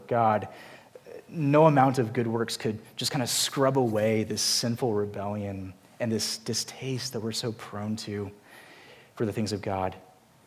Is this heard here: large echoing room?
yes